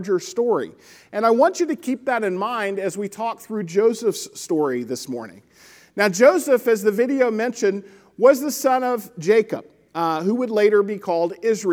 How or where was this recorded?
large echoing room